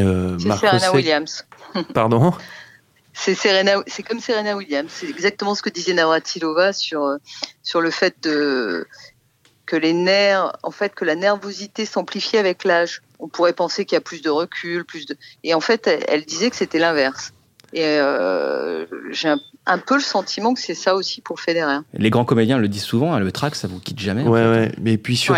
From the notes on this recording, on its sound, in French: Par téléphone.